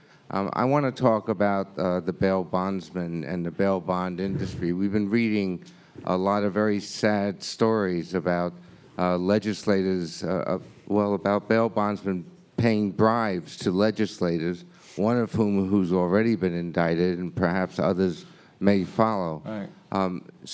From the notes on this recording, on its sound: Before an audience of over 160 participants